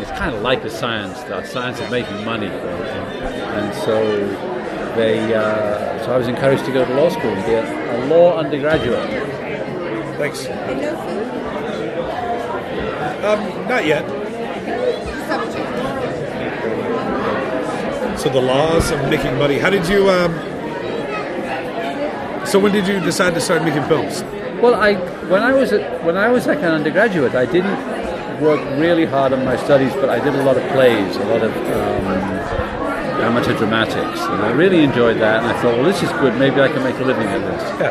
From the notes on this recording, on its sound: At his local pub (Under The Sun in Boulder) and over a few beers we have a fantastic chat.